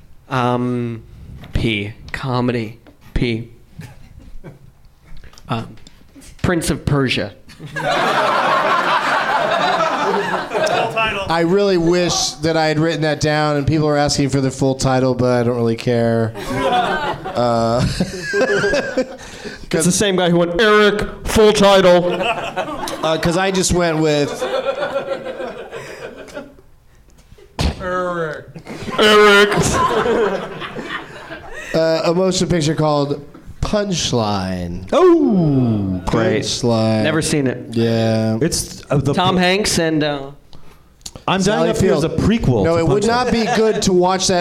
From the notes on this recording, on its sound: Live from the NerdMelt Showroom in LA